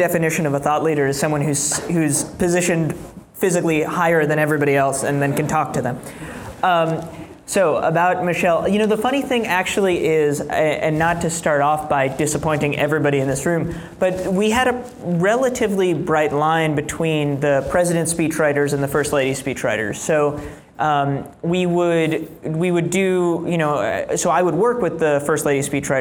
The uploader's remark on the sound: In a live discussion in Chicago